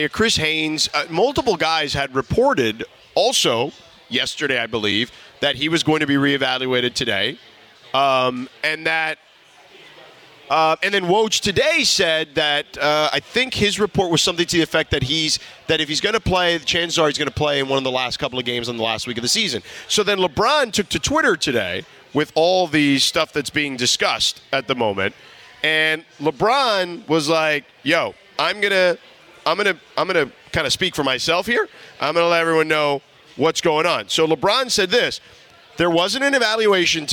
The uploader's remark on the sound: We are LIVE from Yaamava Resort & Casino